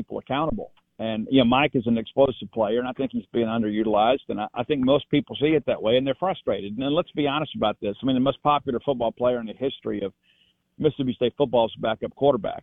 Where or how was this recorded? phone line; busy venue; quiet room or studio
phone line